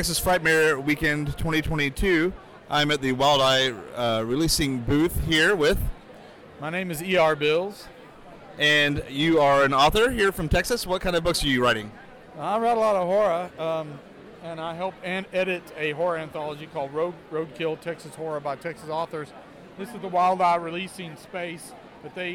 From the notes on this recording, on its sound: After a 2 year hiatus the podcast is back with some recorded interviews from Texas Frightmare Weekend 2022.